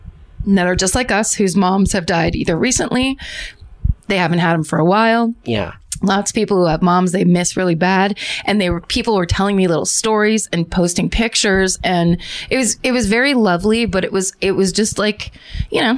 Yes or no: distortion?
no